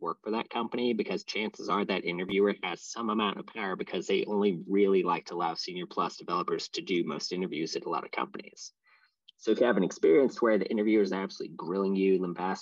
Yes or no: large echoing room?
no